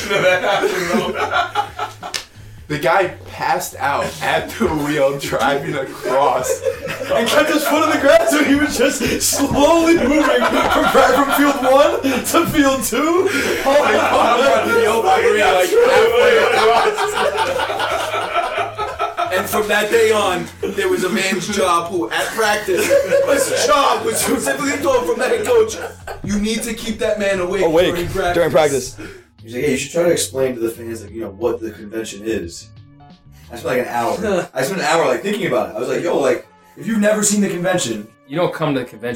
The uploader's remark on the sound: A group of my younger coaching buddies sit around a mic at the 2018 AFCA Coaches Convention in Charlotte, NC.